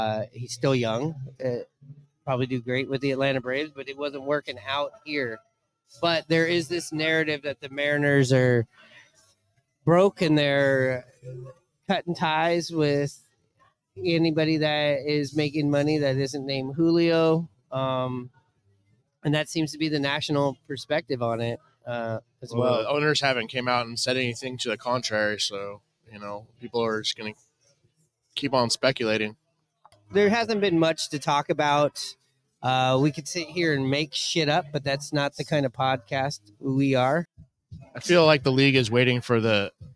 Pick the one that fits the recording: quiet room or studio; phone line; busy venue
busy venue